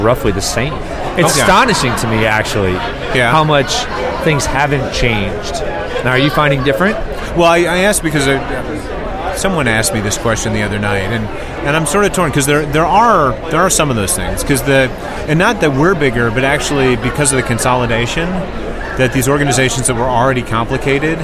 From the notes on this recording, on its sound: Live from SHSMD13. Podcasting live from SHSMD 2013 in Chicago.